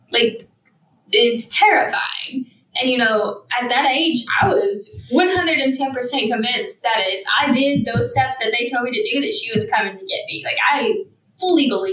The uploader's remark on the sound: Decreased audio quality due to inclement weather in the south.